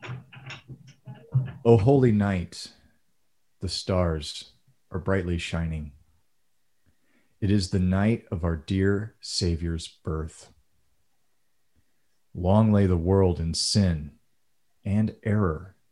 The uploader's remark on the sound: Zoom Recording